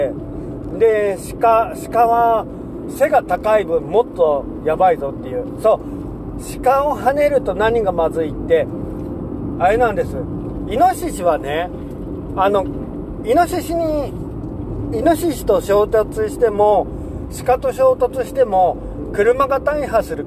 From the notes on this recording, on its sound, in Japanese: いなかの“夜道”。夜の山道を運転しながら、とりとめもなく喋りました。